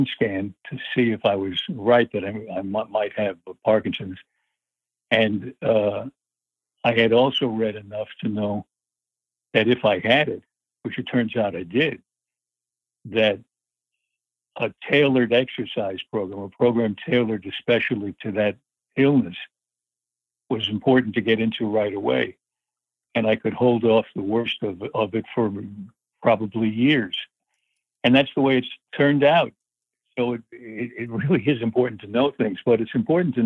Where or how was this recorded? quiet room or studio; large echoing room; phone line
phone line